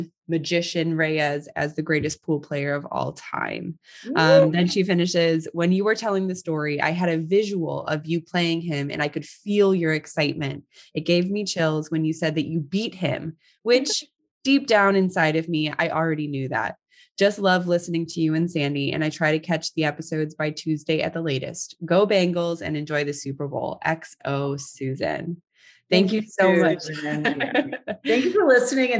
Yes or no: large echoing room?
no